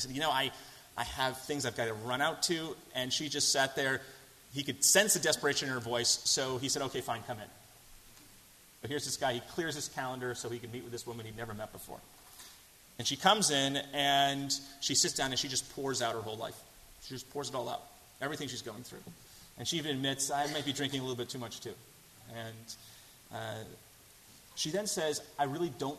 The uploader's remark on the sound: delivered at First Congregational Church of Houston on January 29, 2017.